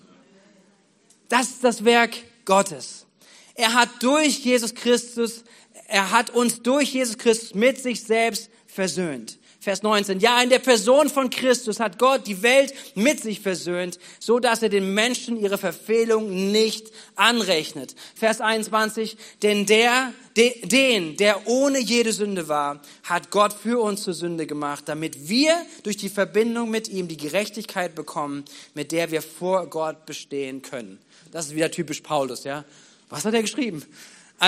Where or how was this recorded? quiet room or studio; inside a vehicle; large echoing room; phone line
large echoing room